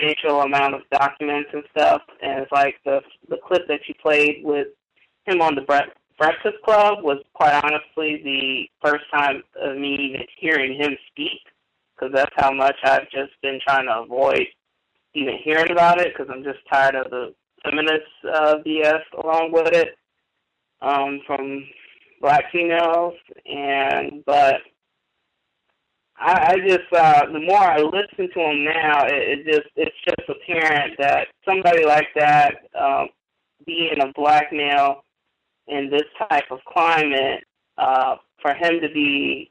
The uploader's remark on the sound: The C.O.W.S. Compensatory Call-In. The Context of White Supremacy hosts the weekly Compensatory Call-In.